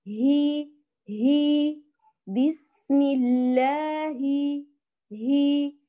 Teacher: يخرج من أقصى الحلق، تمام، بتقريب الوتران الصوتيان، وبمخرج حركته · Term: مخرج حرف الهاء